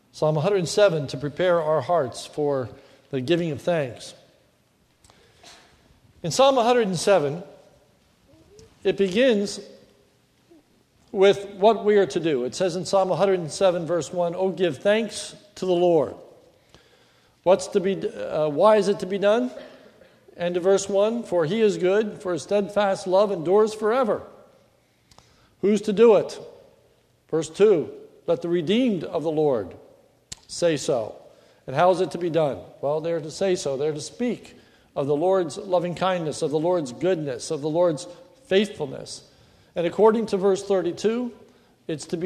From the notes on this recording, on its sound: This is a sermon recorded at the Lebanon Bible Fellowship Church in Lebanon, Pa. It is the Thanksgiving Service.